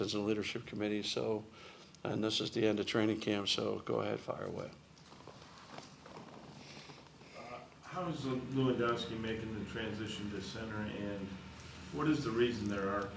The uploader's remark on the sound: Press Conferences & Post-Game Interviews. Talks to reporters during a press conference.